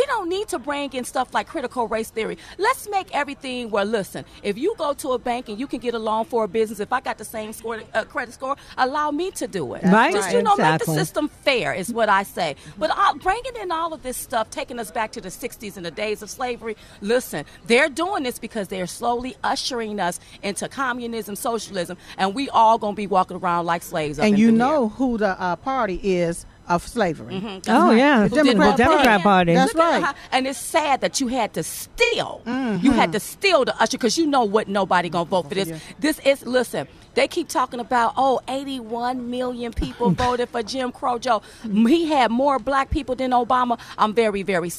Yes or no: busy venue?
yes